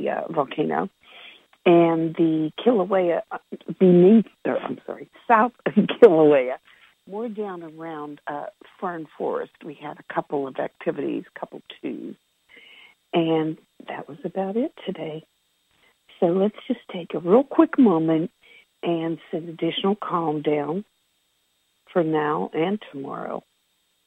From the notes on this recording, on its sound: Conference Call LIVE